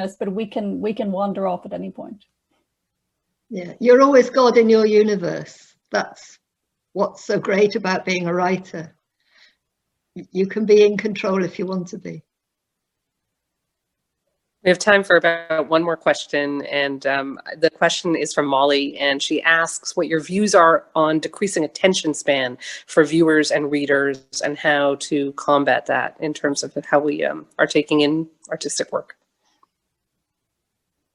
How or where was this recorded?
video call